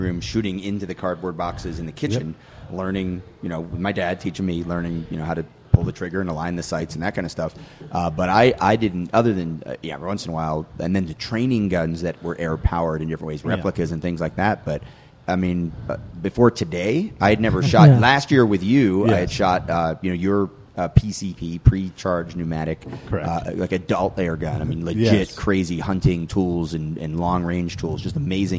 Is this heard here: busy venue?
yes